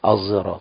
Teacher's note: بالصاد مشمة بصوت الزاي